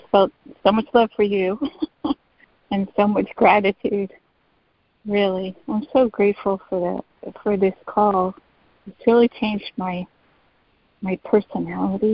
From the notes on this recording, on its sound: ACIM Daily Conference Call